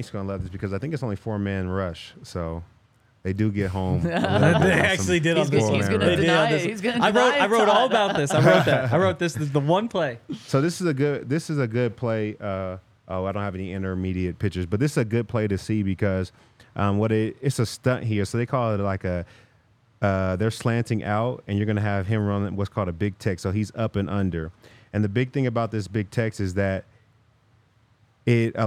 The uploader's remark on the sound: coming to you LIVE from the DNVR Bar